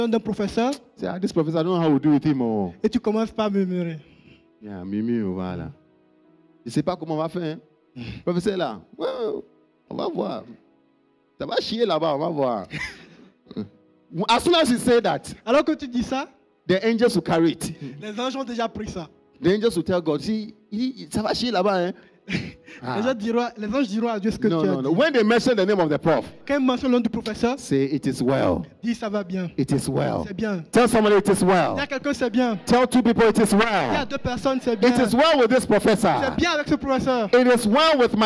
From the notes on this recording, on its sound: Preached during Joyful Hour Sunday Service